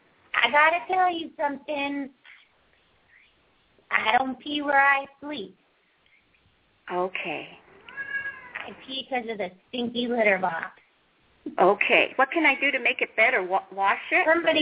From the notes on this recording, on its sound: open up the lines for listeners to call